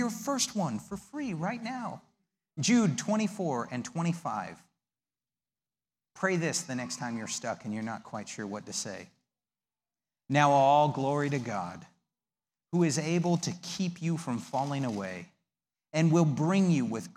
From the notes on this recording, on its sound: The audio from the servantship service of May 19th, 2019.